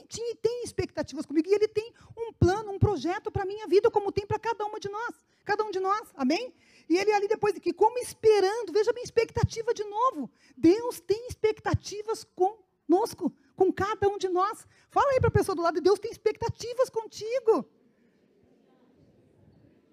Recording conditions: large echoing room